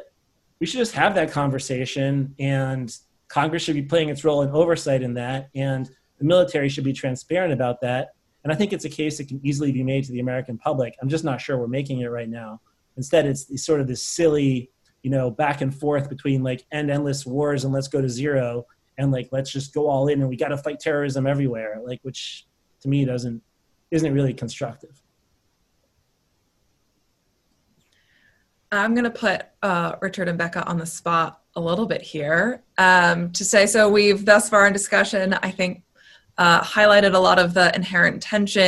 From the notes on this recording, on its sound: The CNAS Defense and Middle East Security Programs convened a virtual panel discussion.